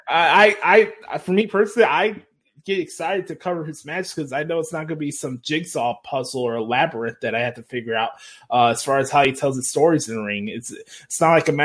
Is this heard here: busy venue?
no